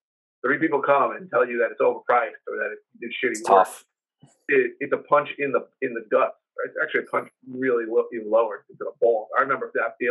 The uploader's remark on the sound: We regret to inform you that the upcoming episode may have some audio issues.